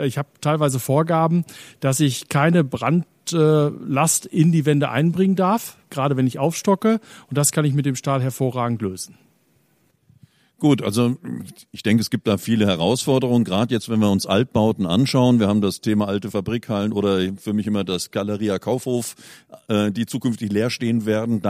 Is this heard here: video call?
no